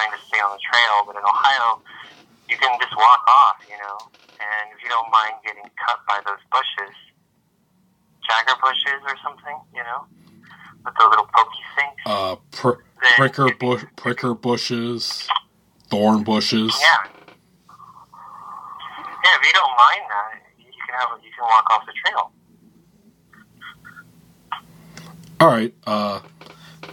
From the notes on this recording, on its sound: Recorded via phone. In Grand Rapids, Michigan and Las Vegas.